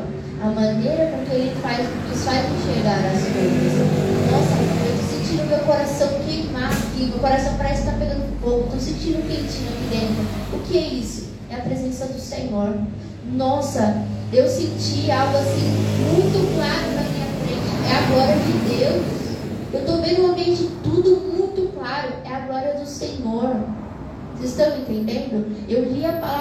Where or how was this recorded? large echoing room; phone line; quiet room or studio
large echoing room